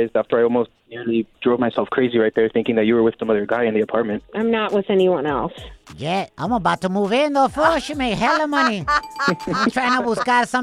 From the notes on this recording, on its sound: we opened up the phone lines to help our listener